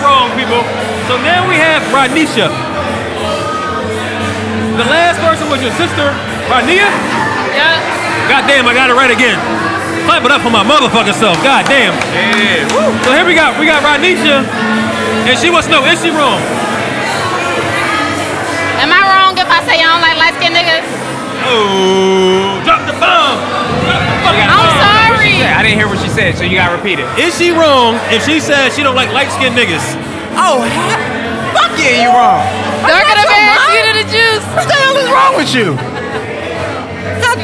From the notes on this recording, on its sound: LIVE at the TOBH Photoshoot Party. This event also doubled as the Philadelphia Premier for the movie Almost One.